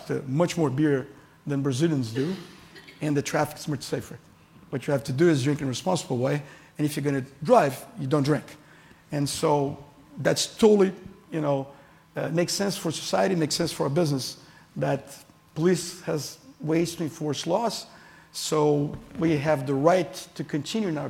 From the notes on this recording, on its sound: At this year's Annual Conference, Page welcomed to the stage